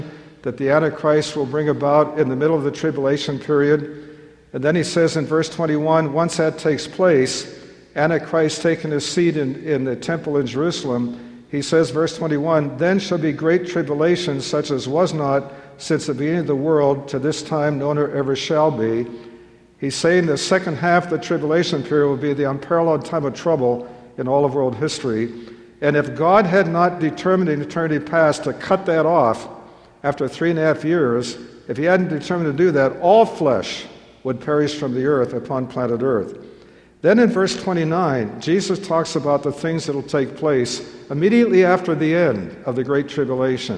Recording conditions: live audience